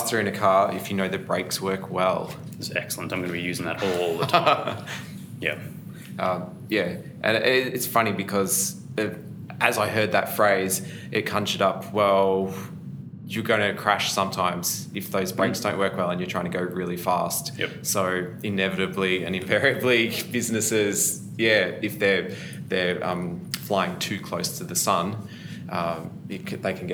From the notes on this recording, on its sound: come to you live from the recent Gartner IT Symposium 2019 in sunny Brisbane